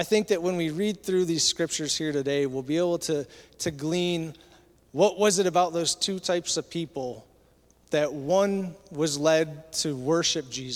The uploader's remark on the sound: Recorded at Southtowns Christian Center April 2, 2023.